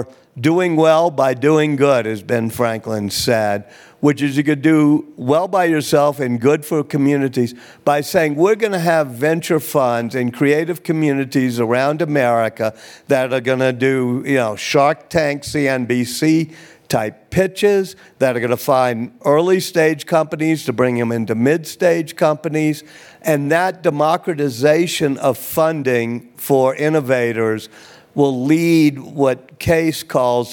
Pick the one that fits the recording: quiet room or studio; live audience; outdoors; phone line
live audience